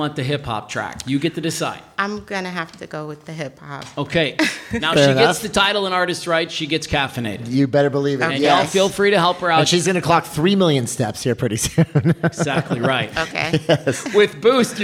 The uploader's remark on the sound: Our first LIVE podcast. Today’s show is brought to you LIVE from Buckeye. Speak to an audience and record the show at the same time.